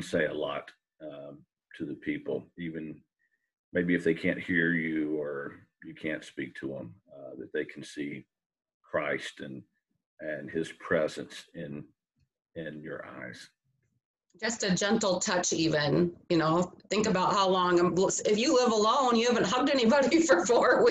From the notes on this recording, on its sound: Virtual chapel series "Zooming in on Hope" with a Zoom conversation.